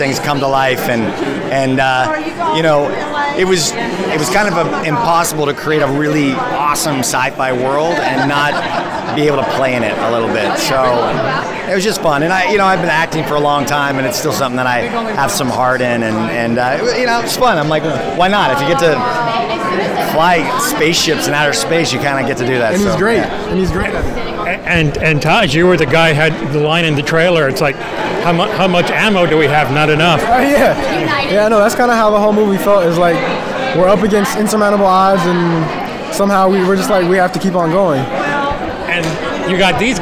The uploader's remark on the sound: Here is a red carpet that I covered at the Tribeca Festival for short sci-fi films called Into The Void.